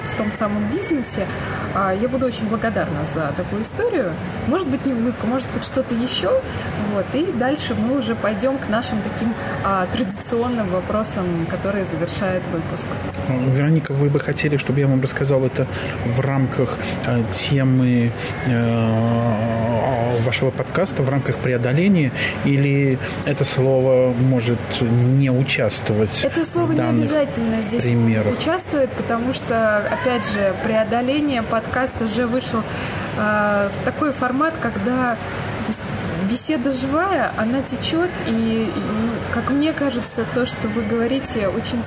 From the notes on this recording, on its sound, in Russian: Сегодняшний выпуск мы записали в Москве, в одном из кафе. Фоновый шум кафе (который нам все-таки не удалось убрать).